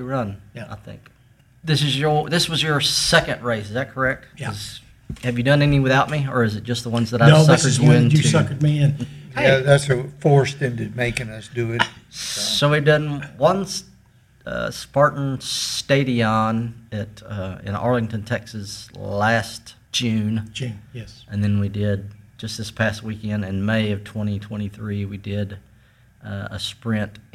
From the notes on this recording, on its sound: I was joined at the recent Spartan Sprint in Burnet TX with my pals